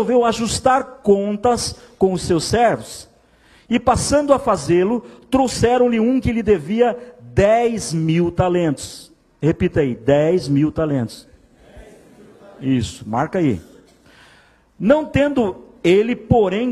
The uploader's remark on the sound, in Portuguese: Em nosso Culto de Celebração. Igreja ABA Blumenau (Transmitido ao vivo).